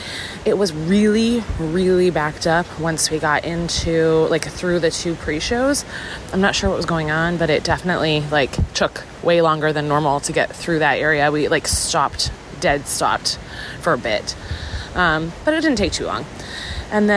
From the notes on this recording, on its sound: Live From The Parks. Live from WDW.